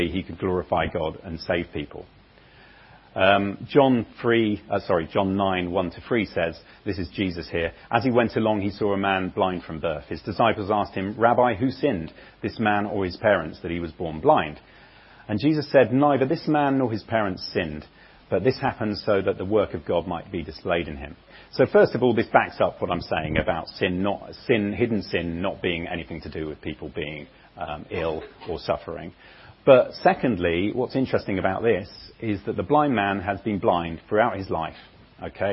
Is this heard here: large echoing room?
yes